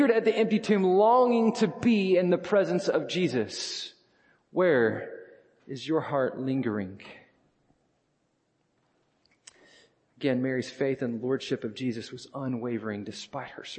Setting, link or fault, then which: setting, large echoing room